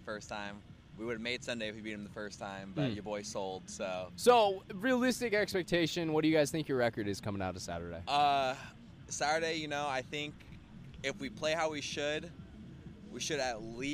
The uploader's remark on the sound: Hold the first-ever remote location recording, coming to you live from a field In Chicago where the NXL is holding its latest major event, NXL Windy City Major 2023.